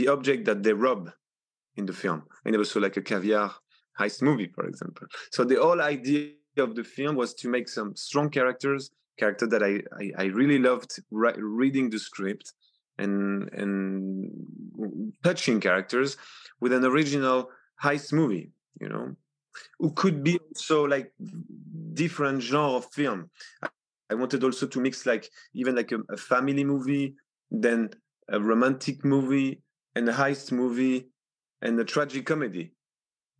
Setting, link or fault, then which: link, video call